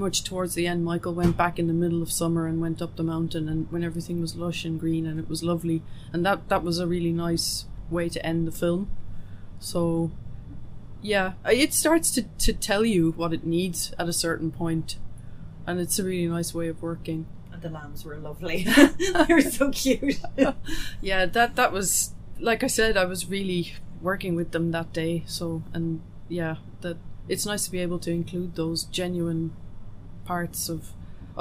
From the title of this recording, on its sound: On the Ground at IndieCork Film Festival